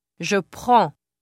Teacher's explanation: the N is not pronounced and the preceding vowel is nasalized